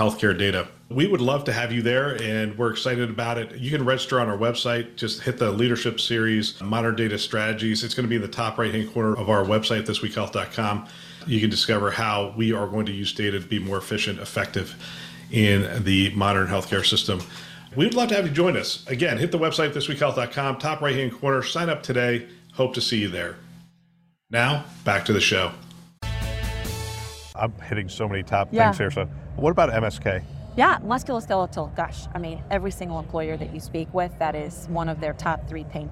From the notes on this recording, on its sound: Interview in Action live from ViVe 2023